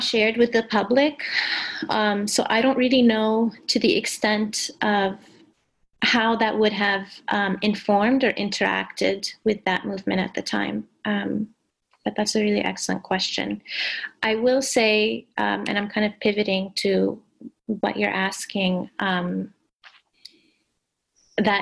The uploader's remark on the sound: During a one-hour online event. Each presentation is followed by a moderated Q&A with questions coming from the live virtual audience on Zoom.